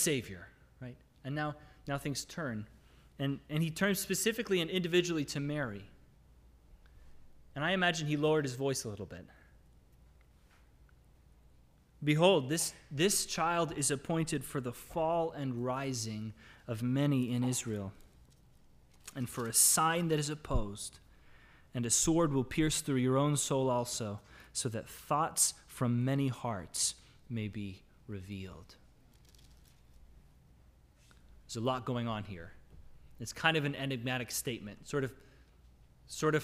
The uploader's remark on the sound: This is the audio from the entire service.